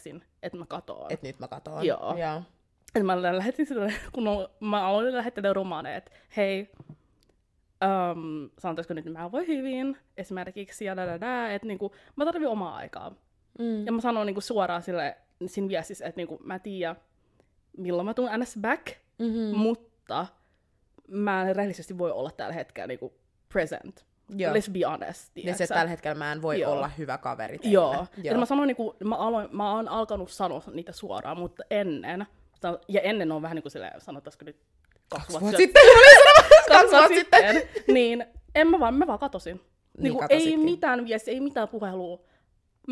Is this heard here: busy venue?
no